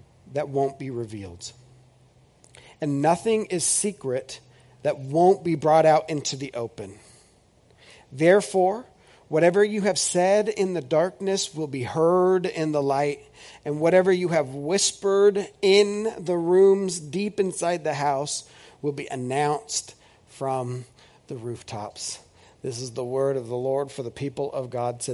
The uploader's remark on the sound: This is audio ripped from the Live Service video.